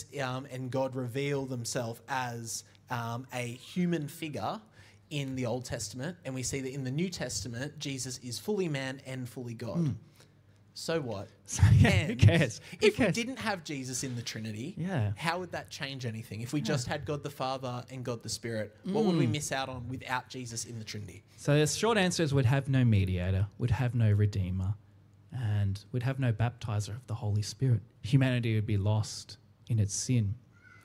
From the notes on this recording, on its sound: recorded live at our 10am Sunday Service!